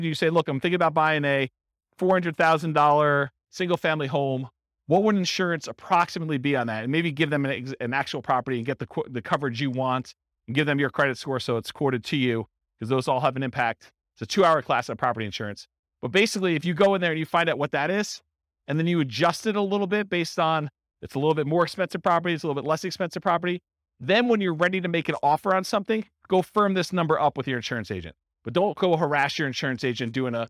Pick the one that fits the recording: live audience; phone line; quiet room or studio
live audience